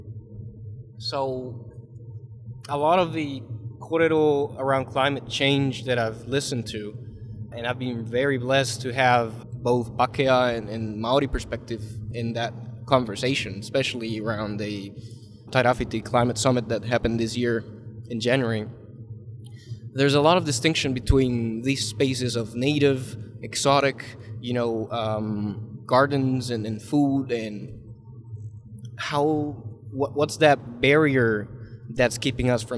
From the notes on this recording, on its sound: The sound may be a bit weird, as it was recorded on the go in the car going to Uawa.